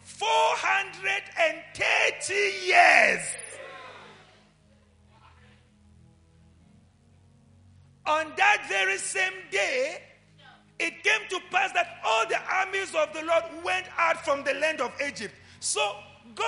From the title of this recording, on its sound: LIVE AT ABC KHALANYONI